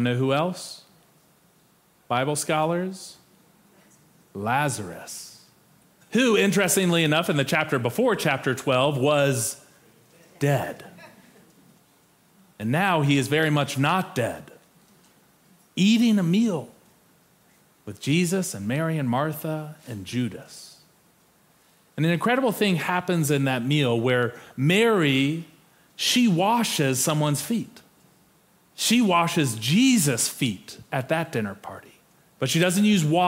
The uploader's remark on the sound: Preached for our Maundy Thursday Worship Service